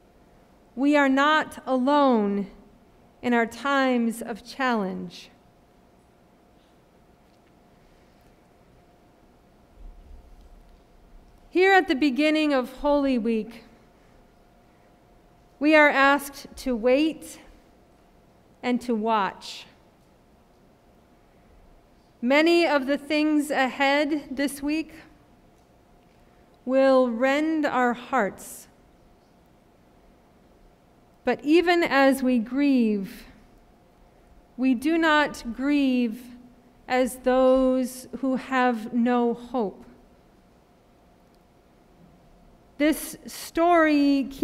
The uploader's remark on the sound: Sermon preached at RCHP